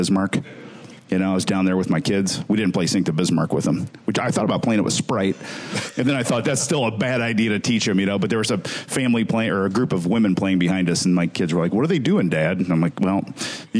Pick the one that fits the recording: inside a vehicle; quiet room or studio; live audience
live audience